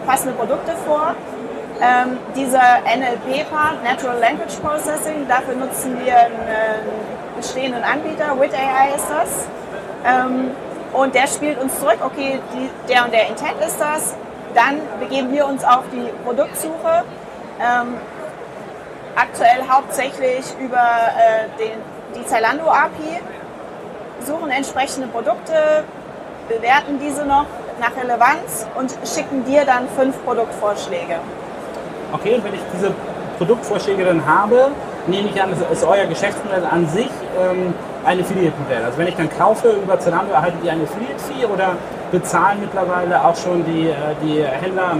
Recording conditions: background noise